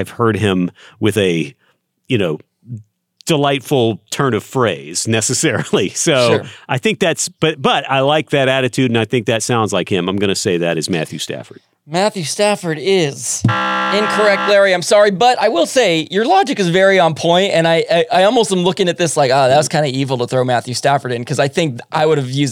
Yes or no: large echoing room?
no